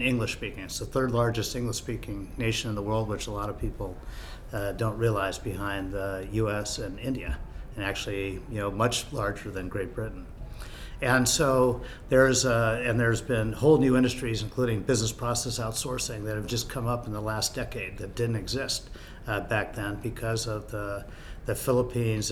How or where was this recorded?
busy venue